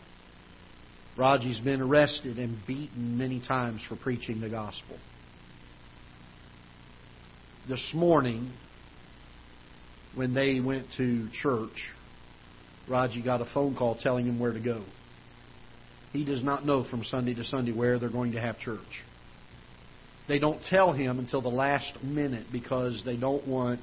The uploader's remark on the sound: Ketha Heights Baptist Church ~ Live Broadcast